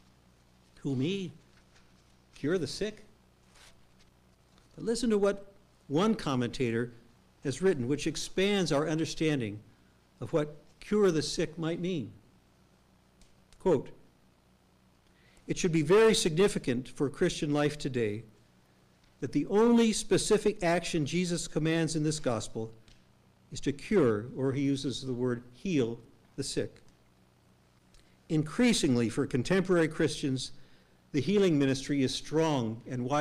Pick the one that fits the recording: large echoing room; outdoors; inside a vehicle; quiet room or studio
large echoing room